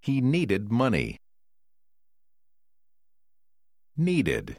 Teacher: tổ hợp ed ở cuối từ needed tạo ra thêm một âm tiết khi một từ căn như need đã kết thúc bằng d hay t. Bạn phải phát âm tất cả âm ed được thêm vào.